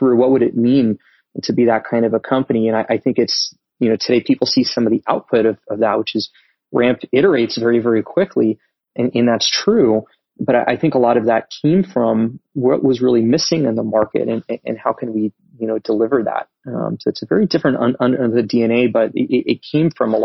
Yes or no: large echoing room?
no